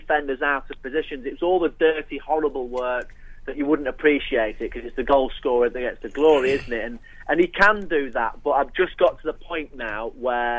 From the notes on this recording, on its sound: On the phone we had Sunderland broadcasting sage